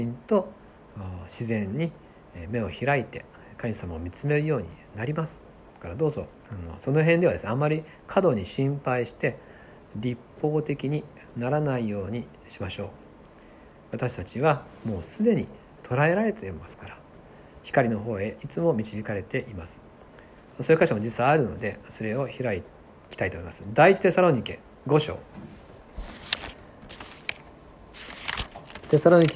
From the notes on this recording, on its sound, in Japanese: 2020/1/8吉備教会祈祷会メッセージ録音です。